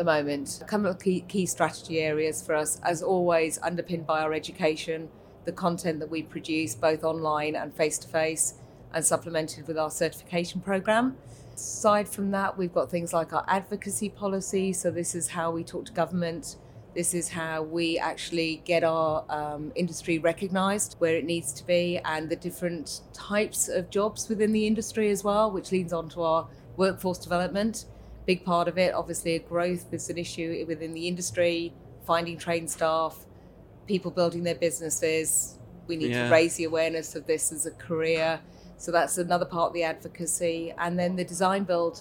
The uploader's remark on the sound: Recorded at ISE 2024.